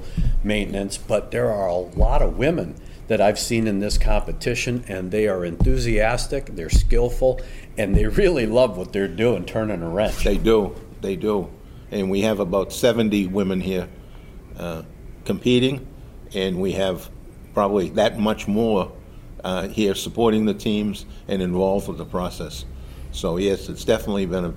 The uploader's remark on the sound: Live! from the 2023 Aerospace Maintenance Competition